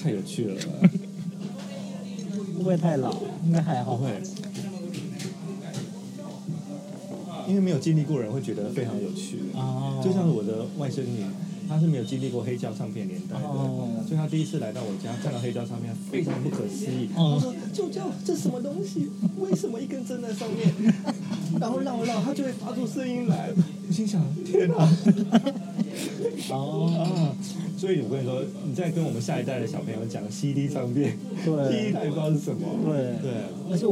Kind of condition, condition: setting, busy venue